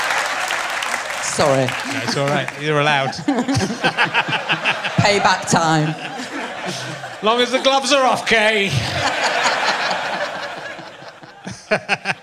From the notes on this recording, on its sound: RHLSTP comes to the Long Division Festival at the beautiful Wakefield Theatre Royal.